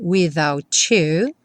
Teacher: Without you, aí é aquele evento comum que acontece quando a gente junta uma palavra que termina com T com a palavra you, o T pode ganhar esse som ch